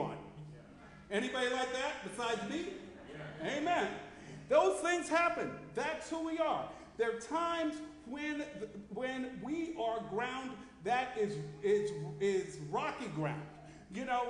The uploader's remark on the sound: Sermon preached at RCHP on July 16, 2023.